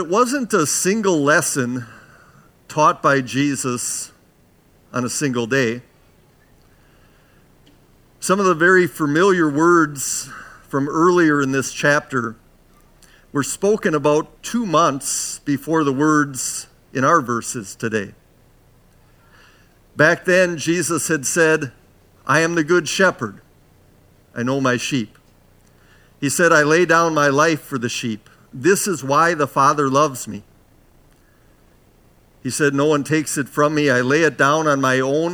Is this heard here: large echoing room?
yes